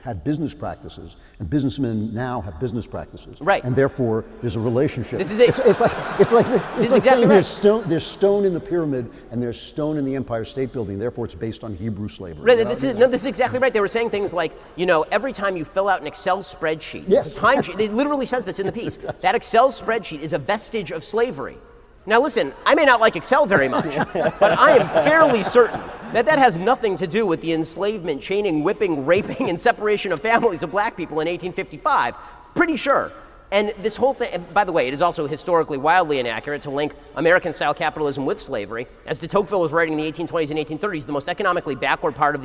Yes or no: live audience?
yes